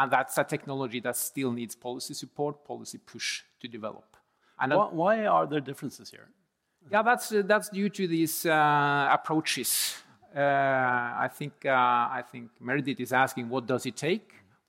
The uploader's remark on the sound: This episode is a live recording from the annual Statkraft conference in Oslo in June 2023.